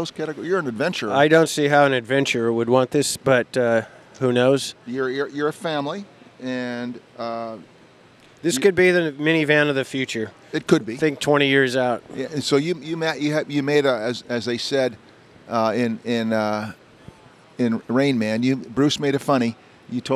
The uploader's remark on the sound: Live at the LA Auto Show